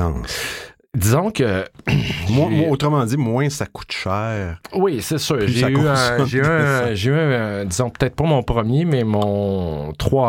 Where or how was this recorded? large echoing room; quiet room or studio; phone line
quiet room or studio